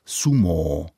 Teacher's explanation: Schválně vyslovuji to dlouhé O na konci, které tam je i v japonské výslovnosti.